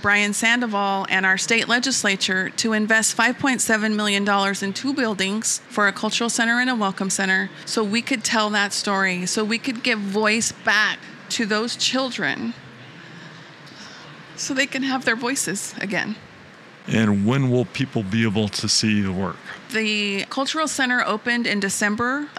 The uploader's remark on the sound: Live From IPW